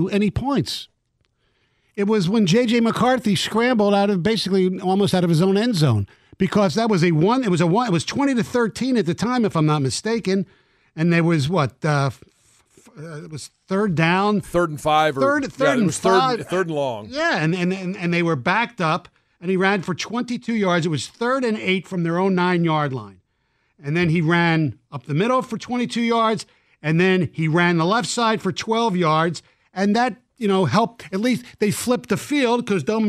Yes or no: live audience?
no